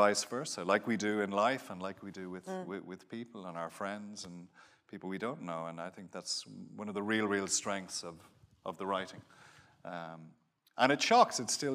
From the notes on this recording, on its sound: joins us at the Apple Store, Kurfürstendamm in Berlin